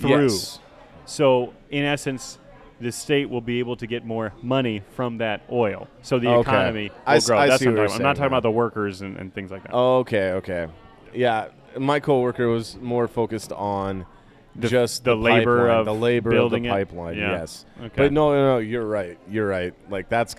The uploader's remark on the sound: Recorded at Off The Vine.